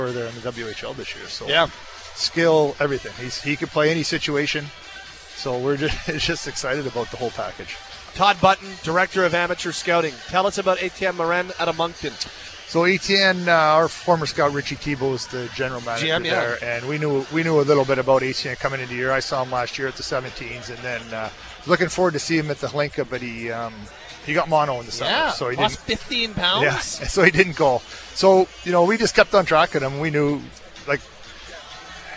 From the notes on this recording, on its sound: on the draft floor in Nashville